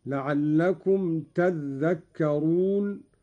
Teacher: قرأ قالون بتشديد الذال، هكذا: لعلكم تذكرون، على إبدال التاء ذالا وإدغامها في الذال